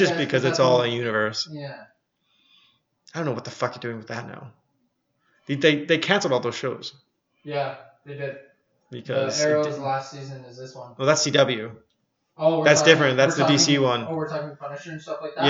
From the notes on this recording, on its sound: I really fucked this one up, listen if you want, sounds like ass the whole way through.